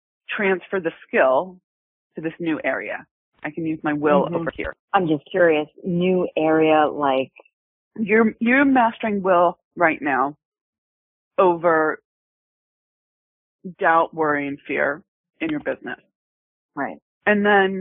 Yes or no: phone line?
yes